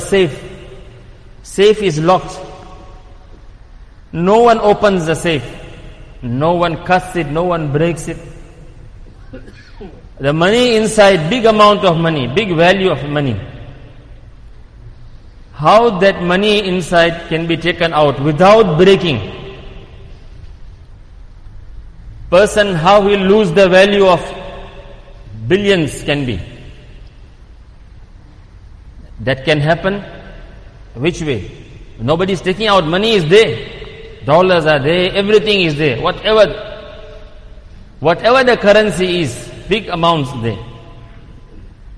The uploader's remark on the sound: Jumuah lecture at Masjid e Quwwatul Islam